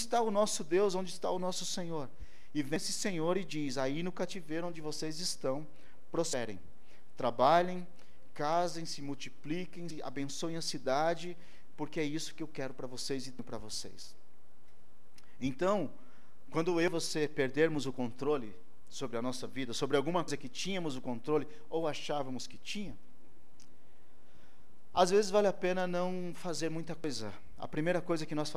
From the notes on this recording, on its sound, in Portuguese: ÁUDIO DO CULTO